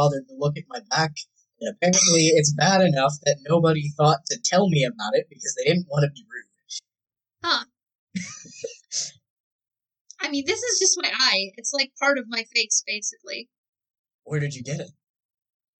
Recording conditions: poor sound quality